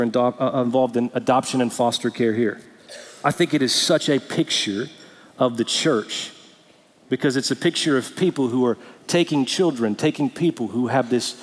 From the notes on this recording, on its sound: Recorded Live at Brookwood Church on 11.05.2023